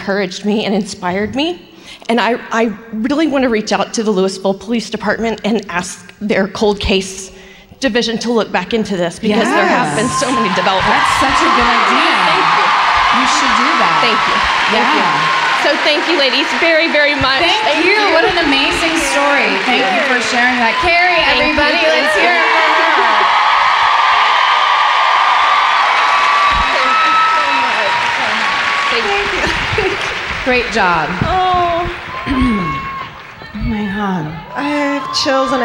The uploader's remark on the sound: Live in Austin